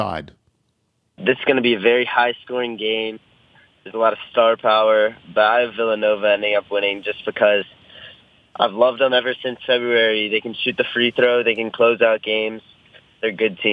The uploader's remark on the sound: Phones. Calls in with his bracket.